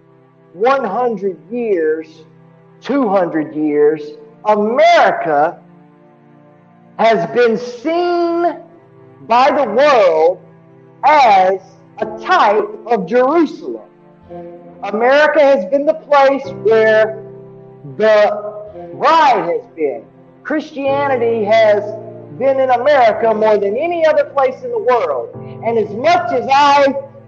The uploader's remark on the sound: This is the sermon that I preached this morning Sunday February the 13th 2022